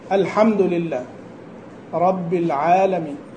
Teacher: فالعين مرققة والألف كذلك مرققة